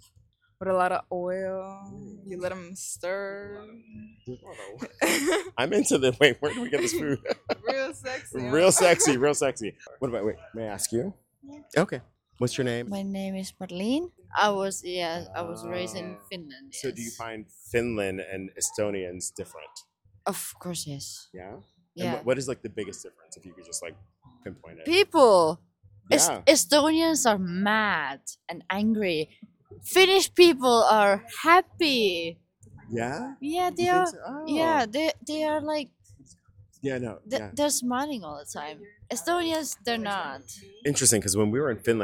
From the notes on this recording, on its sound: at 4am outside of a club in Old Town Tallinn in Estonia